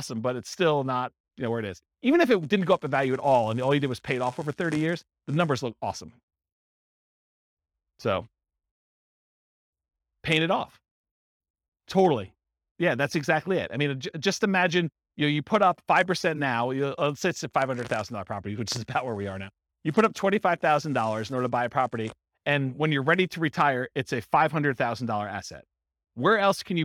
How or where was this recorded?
live audience